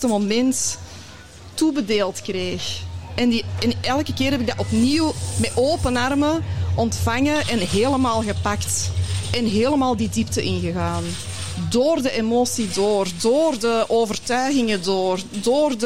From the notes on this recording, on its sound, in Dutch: In deze bijzondere aflevering, live opgenomen tijdens het Magical Zen Festival